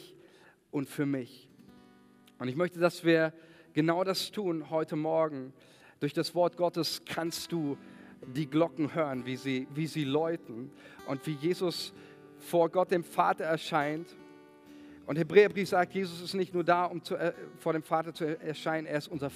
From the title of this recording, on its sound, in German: Sonntagsgottesdienst